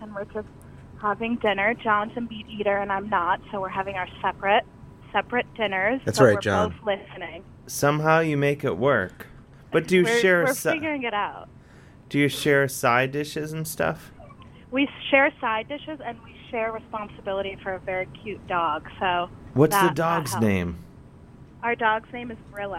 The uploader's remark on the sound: talks on the phone and such